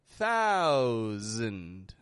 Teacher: I'm not pronouncing the S as an S. I'm pronouncing it as a Z, a Z, Z, voiced sound. It flows out like an S, but there isn't only air coming out.